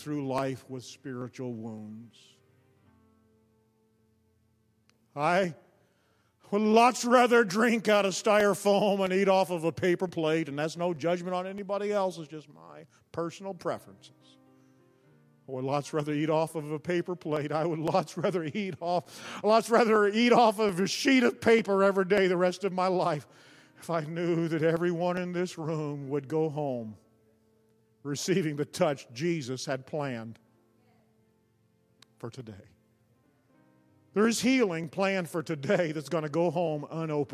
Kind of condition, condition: setting, large echoing room